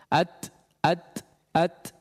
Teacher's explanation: sepersekian detik dia harus menunaikan sifat syiddah terlebih dahulu sehingga ada aliran suara sempat terputus. At, kalau kita tidak kasih hams, huruf ta akan mati di tempat.